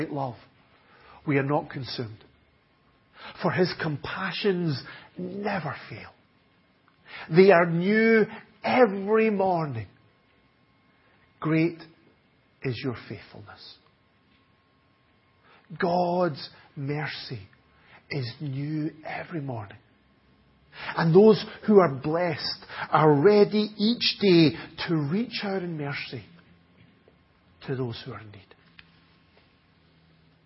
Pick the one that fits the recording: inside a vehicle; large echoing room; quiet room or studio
large echoing room